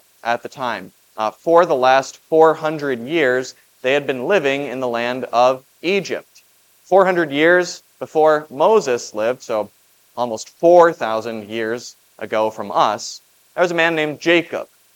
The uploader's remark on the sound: Was preached at Grace of God Lutheran on June 11, 2023. This Sunday sermon, based on Exodus 3:1-15, was preached at Grace of God Lutheran.